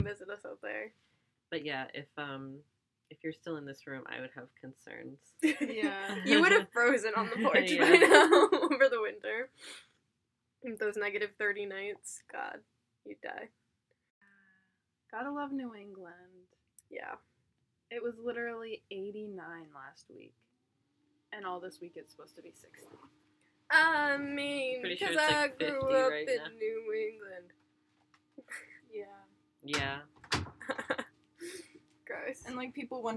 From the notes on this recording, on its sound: Apologies for audio quality and subsequently poor editing.